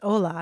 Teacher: I'm thinking of Spanish, too, which the word starts with an H, although it's hola. You don't pronounce the H.